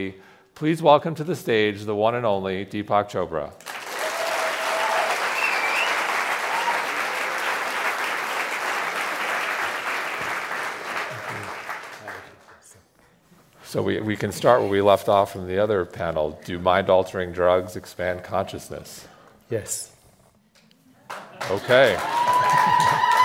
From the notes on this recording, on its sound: A special recording from our sixth annual revitalize event , which was held in Dove Mountain, Arizona, in June. You could hear a pin drop as the crowd listened attentively to his nuanced take on some of life's biggest questions. This podcast episode is a special recording from our sixth annual revitalize event , which was held in Dove Mountain, Arizona, in June. The insights we learned on the main stage this year were too good not to share.